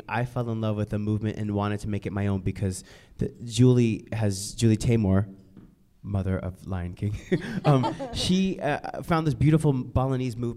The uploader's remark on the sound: special live taping of the Feinstein’s/54 Below Podcast at BroadwayCon 2020